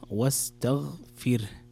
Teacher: لابد أن تكسر الفاء وترقق الراء